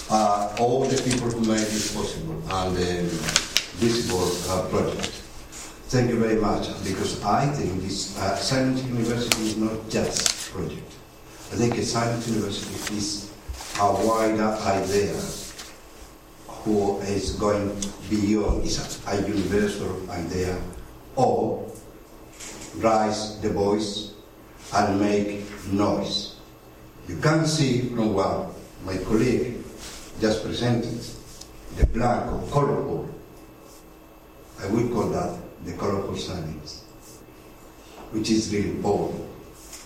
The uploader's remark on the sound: Two presentations and the first panel discussion of the Silent University event which took place at the Oxford Department of International Development on 20 May 2014.